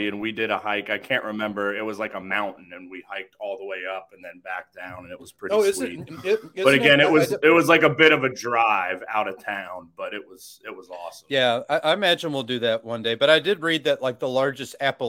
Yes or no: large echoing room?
no